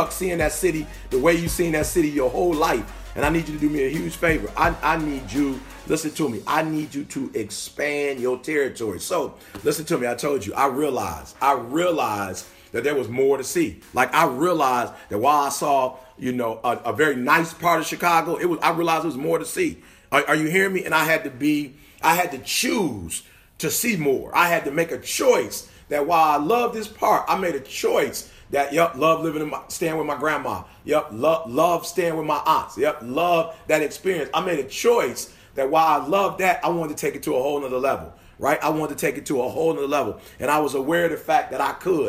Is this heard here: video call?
no